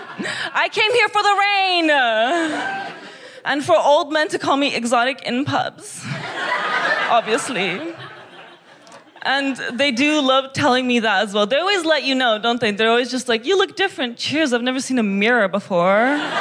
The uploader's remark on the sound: Recorded 16 September 2022 at 21Soho in London.